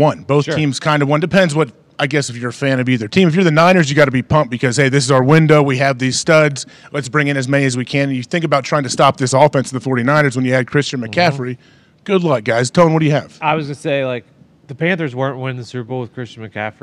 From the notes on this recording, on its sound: LIVE From The ThunderDome. Live from Eugene, Oregon and the set of College GameDay.